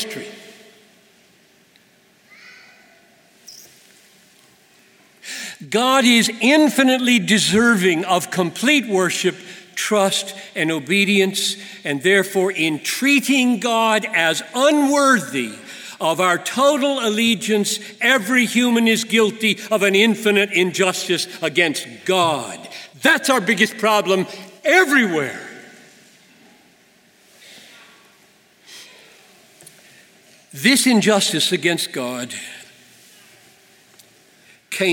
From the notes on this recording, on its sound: preached this message at the 2019 Bethlehem College & Seminary commencement